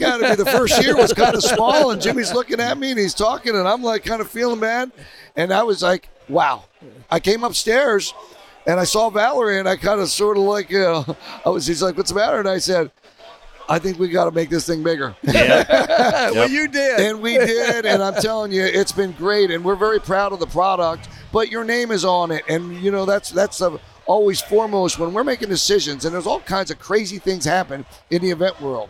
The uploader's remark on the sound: We go live from the gifting experience and have on various guests from the tournament